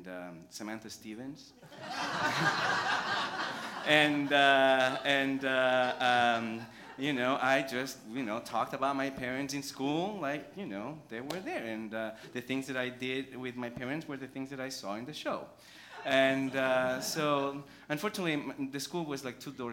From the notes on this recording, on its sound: Live at The Fremont Theater in Portland, Oregon. Portland Story Theater.